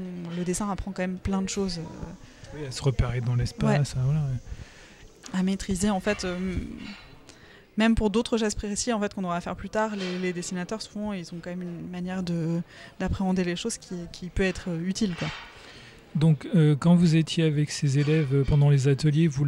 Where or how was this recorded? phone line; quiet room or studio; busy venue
busy venue